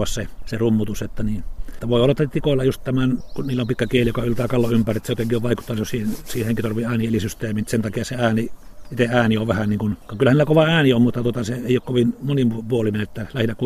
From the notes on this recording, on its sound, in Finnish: kävi Liminganlahdella jututtamassa